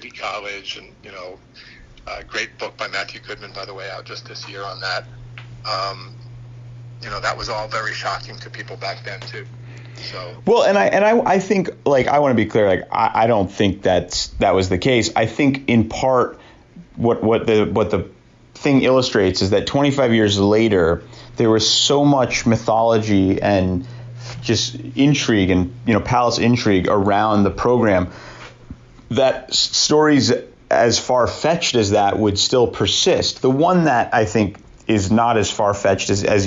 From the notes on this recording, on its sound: Apologizes for any shoddy audio.